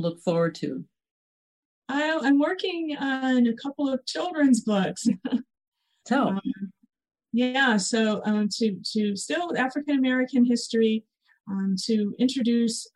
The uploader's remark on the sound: In response to the COVID-19 Pandemic, this program was recorded via online livestream by the Commonwealth Club of California in San Francisco, CA.